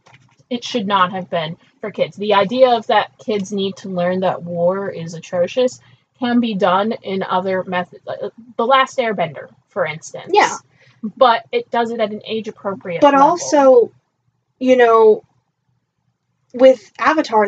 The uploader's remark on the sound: Apologies for the sound quality for most of this episode; we're trying out some new software and it's a bit fiddly.